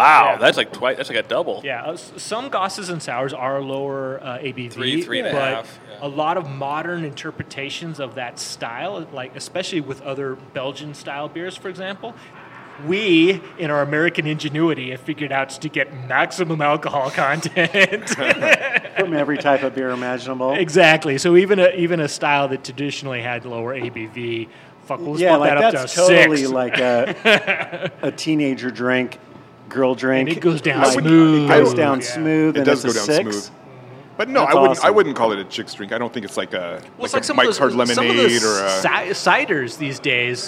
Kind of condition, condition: setting, busy venue